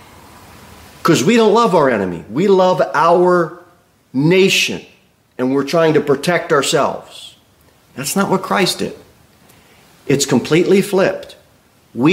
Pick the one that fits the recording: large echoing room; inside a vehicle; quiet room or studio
large echoing room